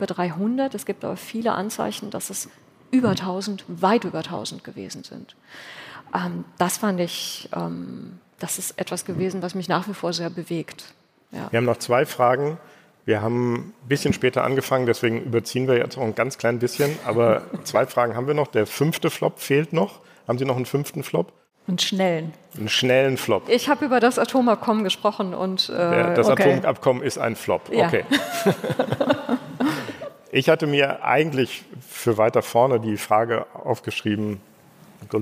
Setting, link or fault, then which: setting, live audience